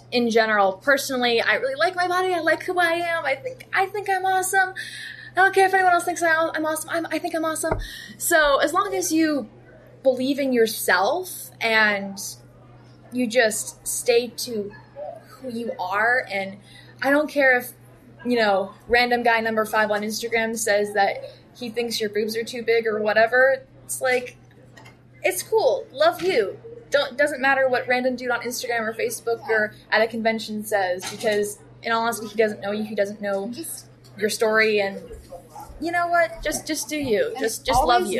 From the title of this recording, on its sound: Live from Palm Springs Comic Con